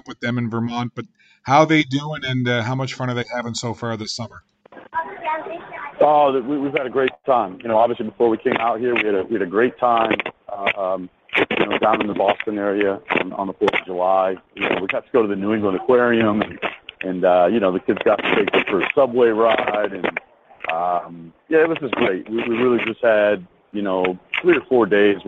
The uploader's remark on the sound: waits for a flight at the airport in Las Vegas